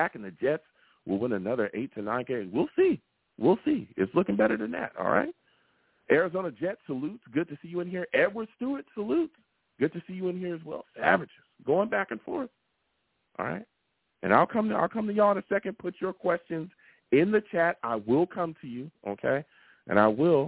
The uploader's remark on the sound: I take live callers!